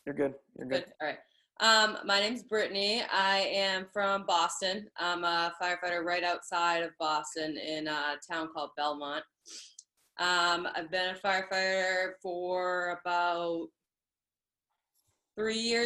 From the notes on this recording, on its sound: What happens when you get a bunch of Emergency Service Providers together on a Zoom chat.